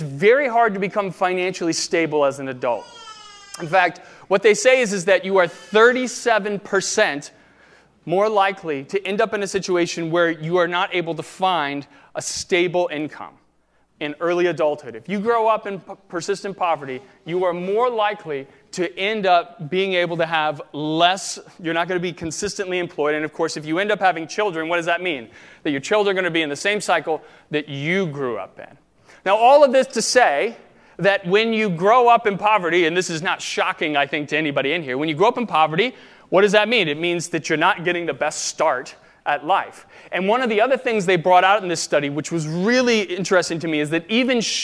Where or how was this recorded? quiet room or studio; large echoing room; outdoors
large echoing room